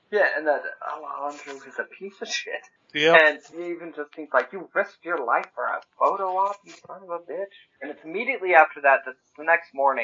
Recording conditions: poor sound quality